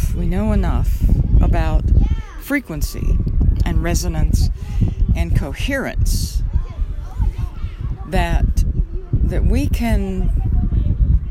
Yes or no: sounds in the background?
yes